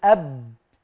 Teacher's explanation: ده أنا قادر أحدد الباء وأقول من الشفتين، عشان كده مخرجها محقق · Term: مخرج محقق